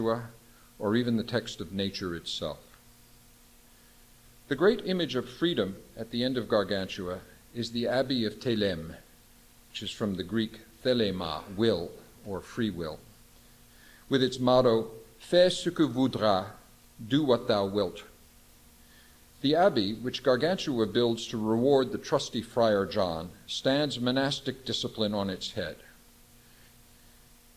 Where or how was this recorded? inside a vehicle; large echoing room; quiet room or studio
large echoing room